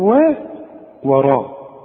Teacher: واحد بيقول لي طب وانا قلت لي وا وما خدتش بالي، اقول له علشان الراء، الراء دي مفخمة وانت خدت برضو الراء، الراء ما دام مفتوحة مفخمة لكن الواو مرققة